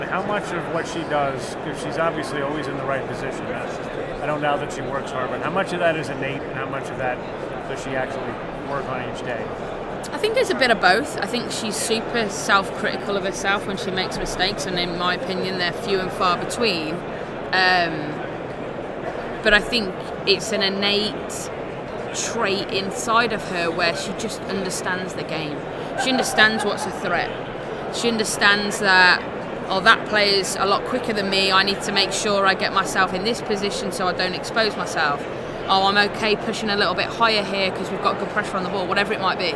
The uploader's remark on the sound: Live from the 2019 USC Convention